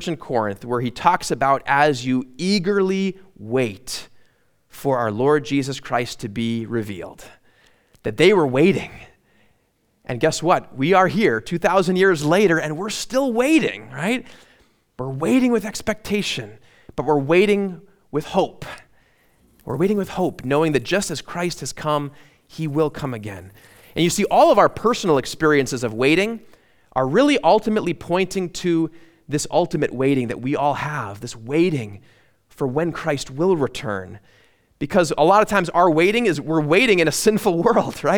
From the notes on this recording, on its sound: at Immanuel Lutheran Church in Pasadena, CA